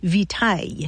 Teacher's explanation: Latin victualis passed into French, but along the way it lost that hard C sound, so it sounded more like vitaille.